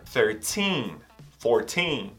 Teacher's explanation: Em todos os teens, do 13 até o 19, a sílaba mais forte vai ser o teen.